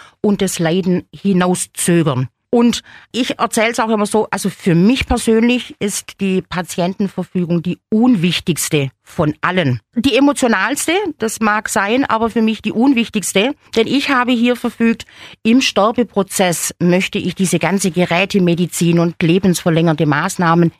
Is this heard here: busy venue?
no